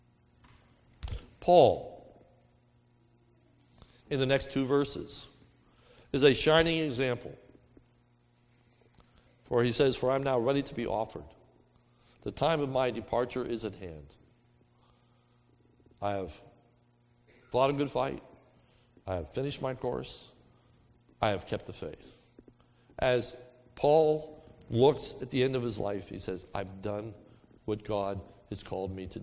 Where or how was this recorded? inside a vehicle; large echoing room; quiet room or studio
large echoing room